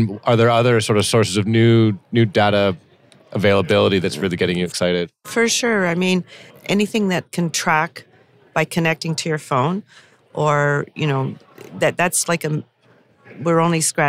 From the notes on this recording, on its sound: Recorded at the Toronto Real Estate Forum